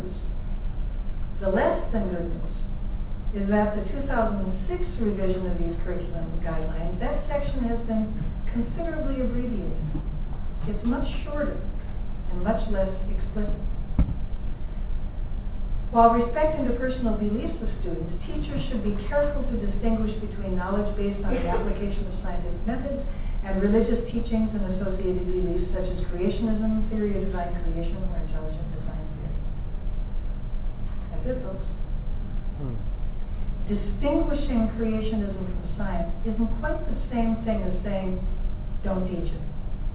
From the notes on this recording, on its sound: lecture at UFV, an event put on by FVASH in collaboration with the biology department of UFV.